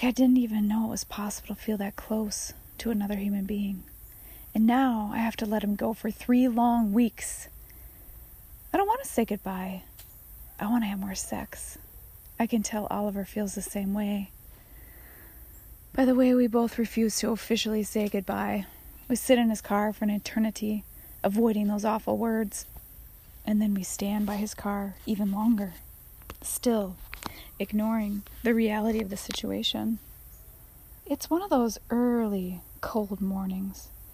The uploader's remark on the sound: I’m on my patio and you will here lots of ambient noises.